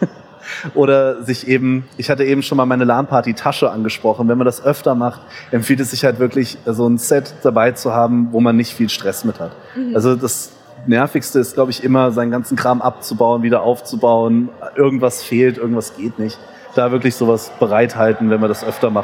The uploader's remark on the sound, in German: live von der CAGGTUS in Leipzig